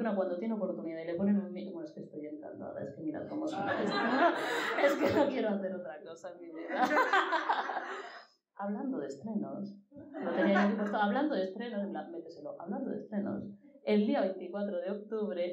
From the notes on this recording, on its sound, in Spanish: En directo. Gracias al Taller de CTXT por acoger la grabación con público de este episodio especial.